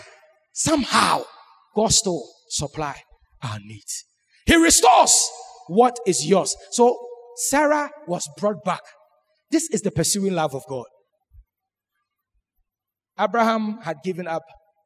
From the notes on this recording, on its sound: Sermon preached at CBC Shiashie Campus